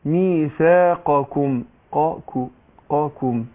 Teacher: القاف حرف مستعلي مطبق، حرف مفخم، والكاف حرف مستفل مرقق